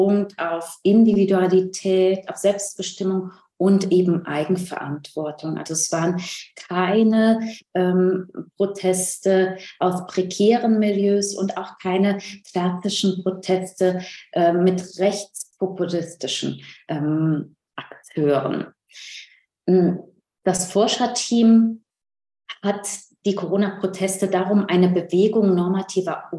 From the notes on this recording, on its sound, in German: Ein Mitschnitt der online Jour fixe-Reihe der Assoziation für kritische Gesellschaftsforschung (AkG). In der heutigen Ausgabe des mosaik-Podcast hört ihr einen weiteren Mitschnitt der digitalen jour fix Reihe der Assoziation für kritische Gesellschaftsforschung.